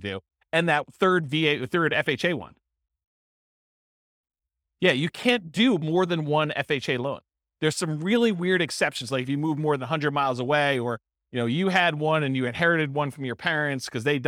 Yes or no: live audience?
yes